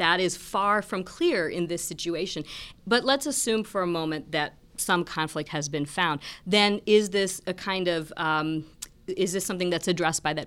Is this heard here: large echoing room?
no